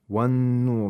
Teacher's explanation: the noon of nur is pronounced with shatta and ghunna, because noon is a sun letter and makes the noon mushaddad.